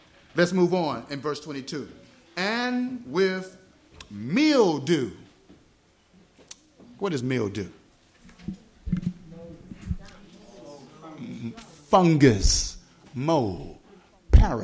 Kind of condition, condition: setting, live audience